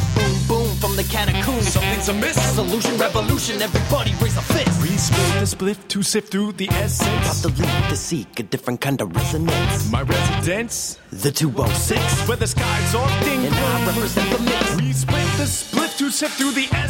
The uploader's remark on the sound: Surmount enormous technical difficulties. Telephone interview.